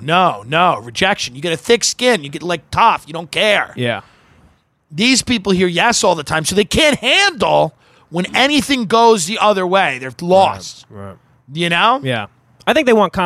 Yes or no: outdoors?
yes